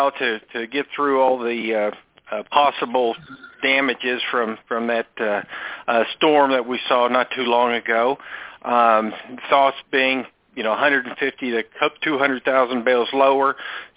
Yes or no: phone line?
yes